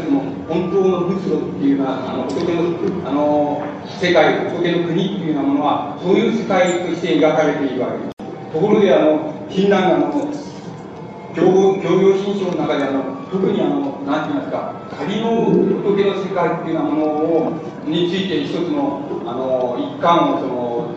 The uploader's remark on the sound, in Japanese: 音質：２。場所：上智大学 521番教室。連続講演会における最終日の講演。声が若干遠く聞こえ、 ところどころノイズが入っており 背景に会場周辺の音楽が聞こえる。討論部分は途中でテープが切れる。